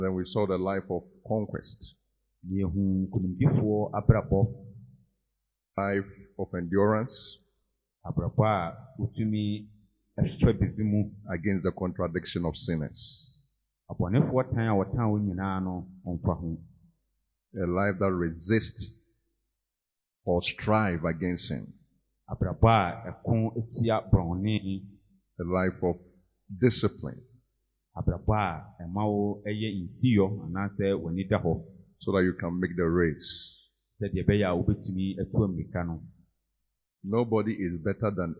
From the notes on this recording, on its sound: Preached at Grace and Truth Tabernacle Int.